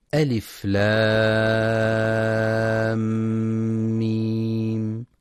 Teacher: إدخال الميم الساكنة بالميم المتحركة، بحيث يصيران حال النطق بهما ميما مشددة، فيكون إدغام كامل بغنة، يسمى إدغاما شفويا، وحرفه الميم فقط.